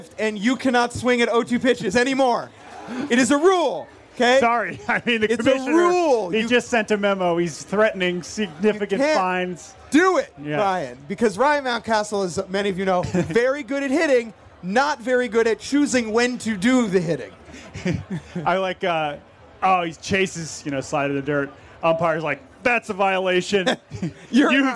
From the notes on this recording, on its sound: Bar-B-Box Shenanigans LIVE from Baltimore. Ask to hear from the members of the crowd who hate the new rules.